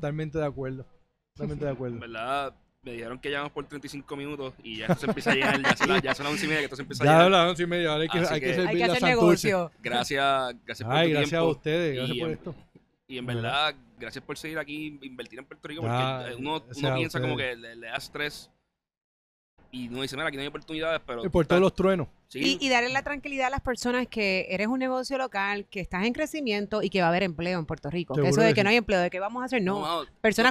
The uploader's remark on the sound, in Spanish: visitaron el nuevo local de SOBAO by Los Cidrines en Santurce